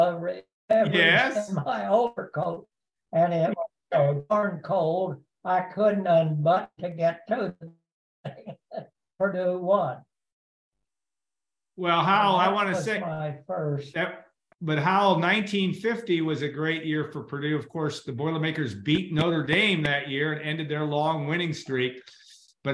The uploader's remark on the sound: Zoom from his Missouri home